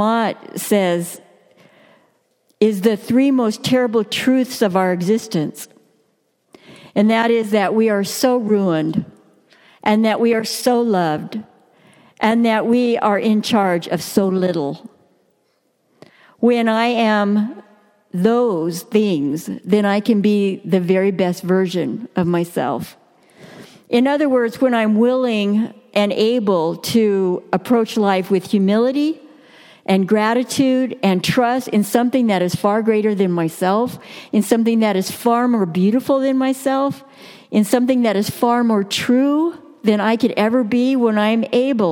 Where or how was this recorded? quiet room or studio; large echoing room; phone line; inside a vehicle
large echoing room